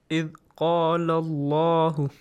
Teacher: The letter لام in the word Allah is pronounced heavily.